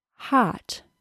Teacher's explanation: My mouth is much more open for the short O than it was for the long E. Also, instead of the front of my tongue being high, the back of my tongue is higher and also pushed back. · Term: short O sound